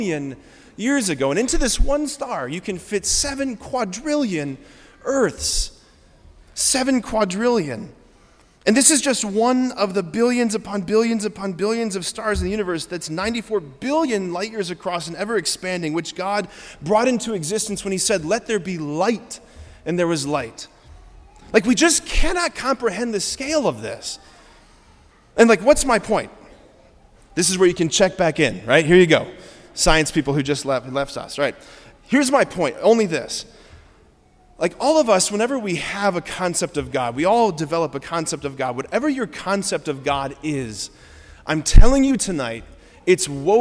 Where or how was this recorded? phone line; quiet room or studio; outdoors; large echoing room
large echoing room